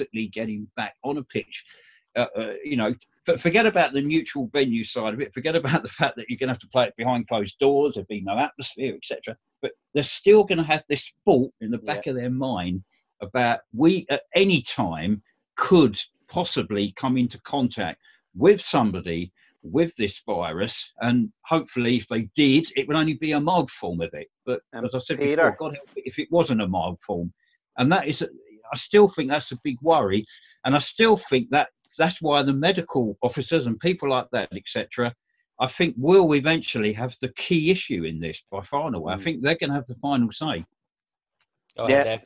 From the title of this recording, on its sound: Zoom Chat